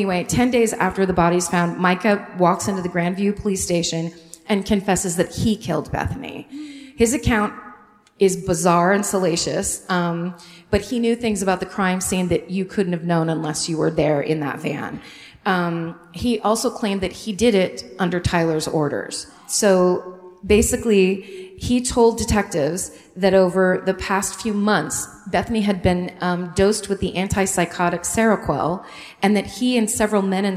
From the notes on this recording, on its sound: Live at the Arvest Bank Theatre in Kansas City (2017).